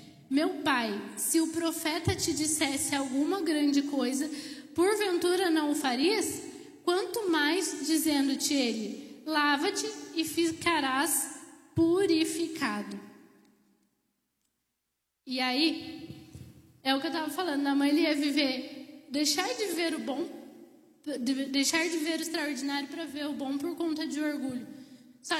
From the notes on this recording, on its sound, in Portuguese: Ministrada ao vivo na Primeira Igreja Evangélica Missionária